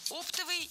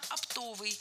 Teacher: Оптовый – неверно, правильно – оптовый. Ударение в этом слове падает на второй слог, на суффикс «ов» · Shown in: second take